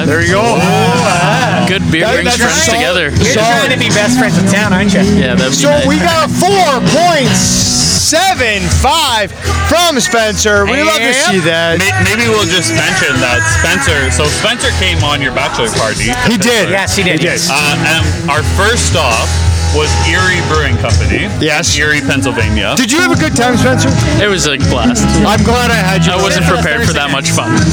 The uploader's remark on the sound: The guys take a tour to Paris...Ontario for their first live event! The first live event was held at the Paris Drinks Fest in Paris, Ontario. We have our first live interviews, our first fan of the podcast appearance. We hope you enjoy the environment as live music plays in the background throughout the podcast.